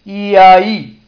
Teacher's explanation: So in the last one, you see that starts from e, goes to a, and then goes back to e · Term: triphthongs